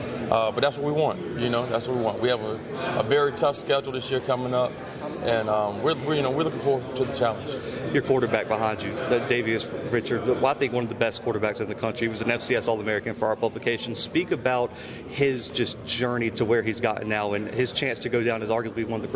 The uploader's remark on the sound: The Bluebloods are live from MEAC Media Day in Norfolk, Virginia.